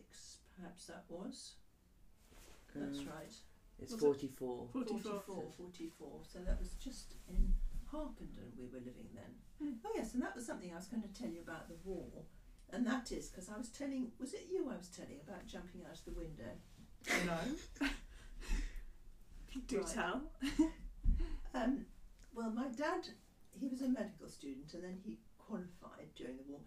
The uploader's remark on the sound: She does talk very quietly. We’ll get the sound right eventually.